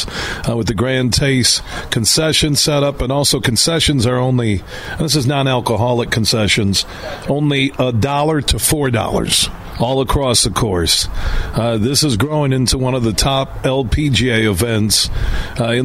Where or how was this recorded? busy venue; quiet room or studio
busy venue